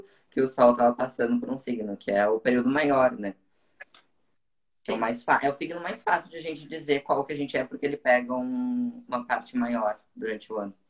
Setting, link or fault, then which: link, video call